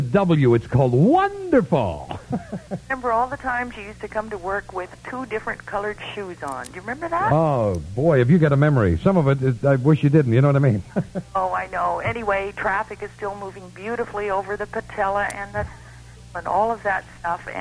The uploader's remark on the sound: This is full of surprise in studio and call in guests as the broadcast community of Western Canada and the Northwest US say farewell.